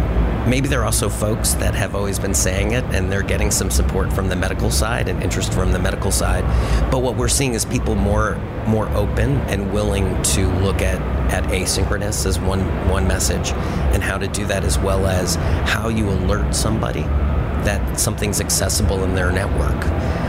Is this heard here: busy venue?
yes